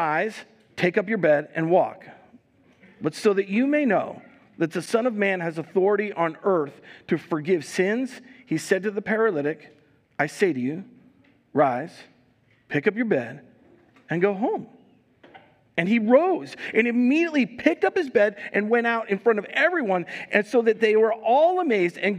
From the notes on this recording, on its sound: Recorded live at Word of Life Church in Le Sueur, Minnesota.